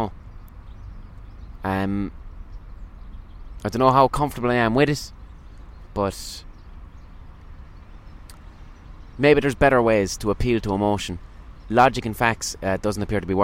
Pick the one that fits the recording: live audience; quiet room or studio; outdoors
outdoors